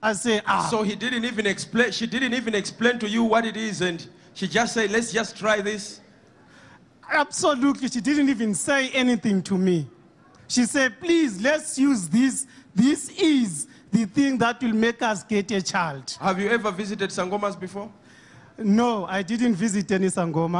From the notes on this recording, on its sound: Sunday Live Service 21/05/17